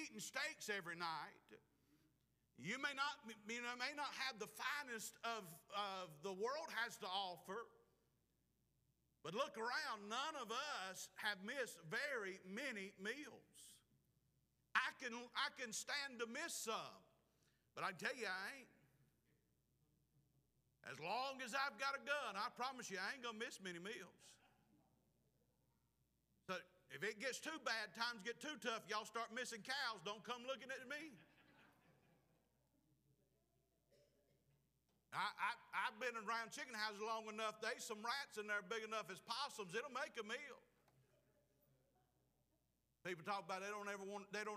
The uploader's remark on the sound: Preached at Clifton Baptist Church, Forest Ms.